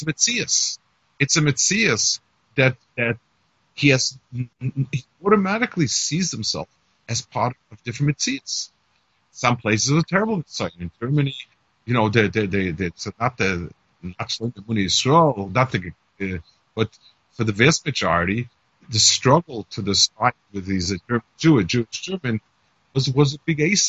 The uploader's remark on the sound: Melbourne Kollel by Skype.